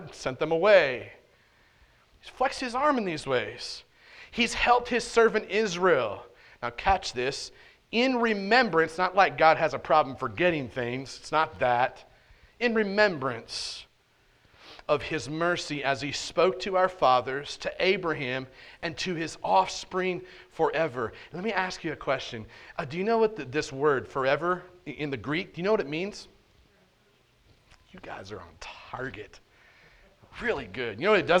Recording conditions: large echoing room